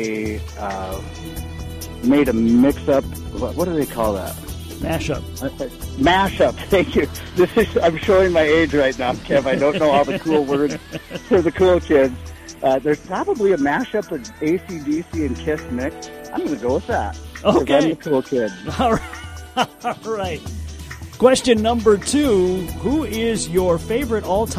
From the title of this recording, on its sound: Checks In From a Lund Boat Photo Shoot